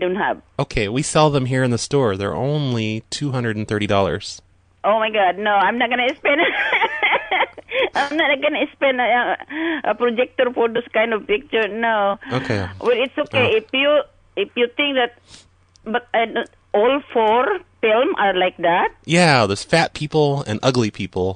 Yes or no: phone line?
yes